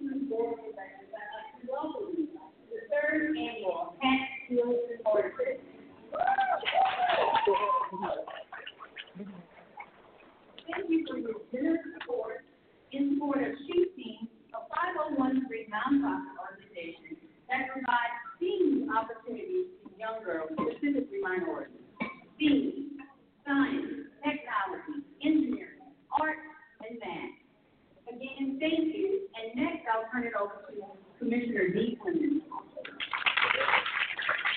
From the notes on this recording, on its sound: Hats and Heels & Horses - A Derby Event Live at Atlanta Motor Speedway. Hats, Heels & Horses is our signature fundraising event to fund our annual initiatives.